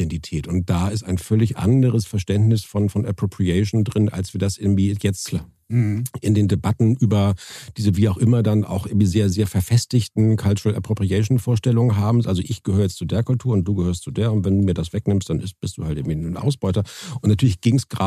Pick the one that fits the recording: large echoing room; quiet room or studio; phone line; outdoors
quiet room or studio